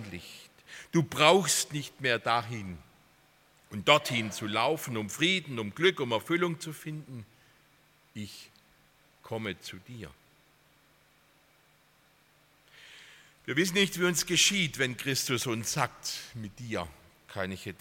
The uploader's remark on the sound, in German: aus dem Gottesdienst der Liebenzeller Mission